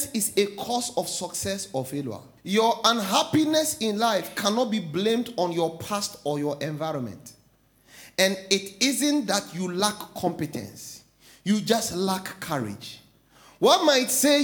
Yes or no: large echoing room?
yes